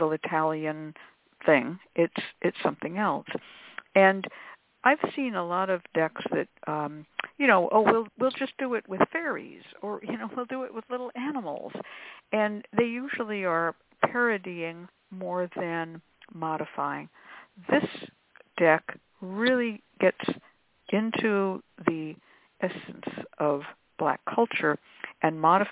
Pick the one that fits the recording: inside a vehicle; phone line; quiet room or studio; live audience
phone line